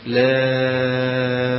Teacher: في اللام تمد مدا طويلا، لام ست حركات مثل هذا تقريبا، هذا القبض الأصبع أو بسط الأصبع هذا شيء تقريبا.